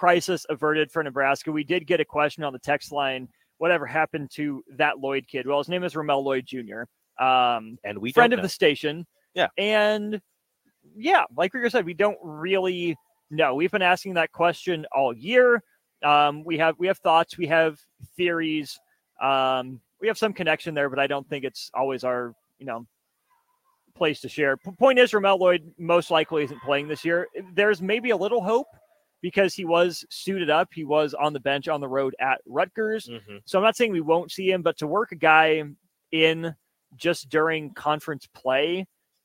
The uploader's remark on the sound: LIVE from CHI Health Center.